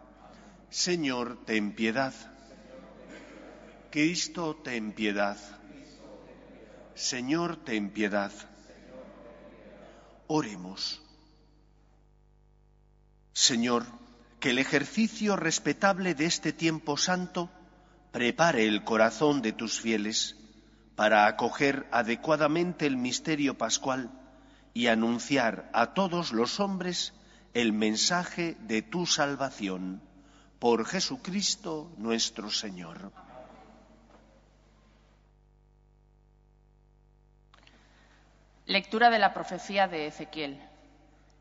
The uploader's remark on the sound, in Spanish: Santa Misa del martes 21/3/2023, Iglesia de María Virgen Madre